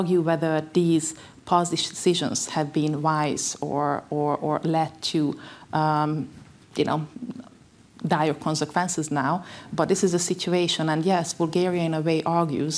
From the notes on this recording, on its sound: This week, we are presenting a recording of our in-person event commemorating our new Brussels office.